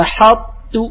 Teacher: يقطع، يأتي بسكتة فيقول أحط، خطأ، وإنما أحط مباشرة بعد الإطباق تأتي بالتاء